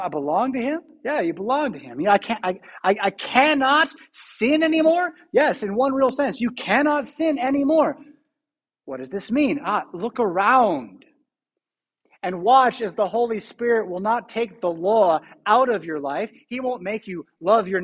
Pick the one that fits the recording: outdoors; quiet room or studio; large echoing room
large echoing room